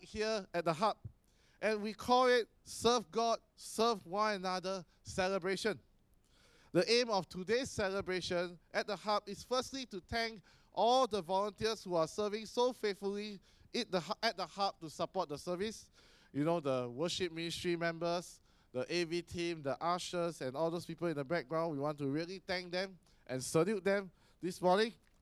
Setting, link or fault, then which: setting, large echoing room